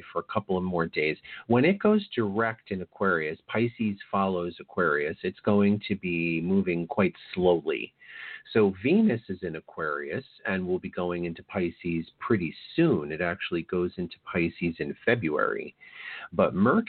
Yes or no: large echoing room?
no